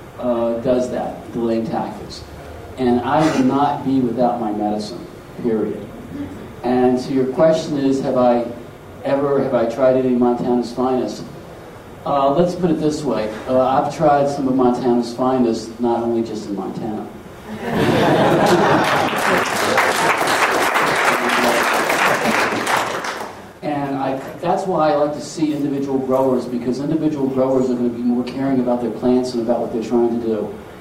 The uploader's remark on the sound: Here is part 2 of the audio from the Helena Montana Medical Growers Assocation Cannabis Symposium that I went to back in September